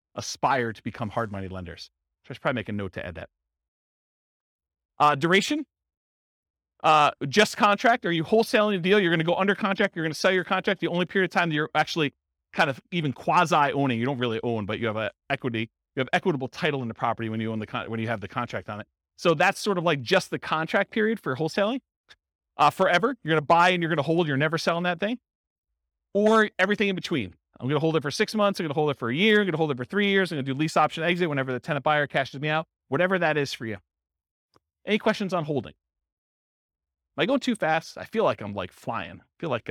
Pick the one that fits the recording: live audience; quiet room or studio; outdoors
live audience